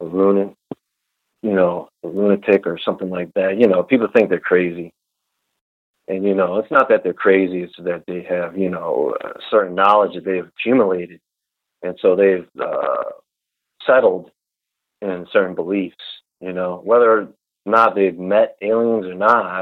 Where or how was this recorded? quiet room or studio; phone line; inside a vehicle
phone line